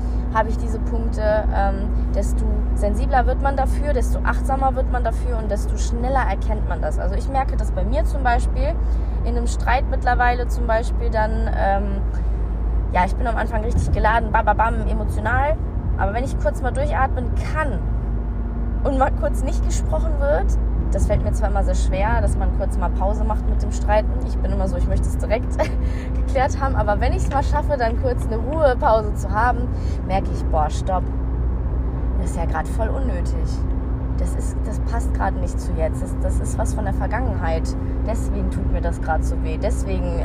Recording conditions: inside a vehicle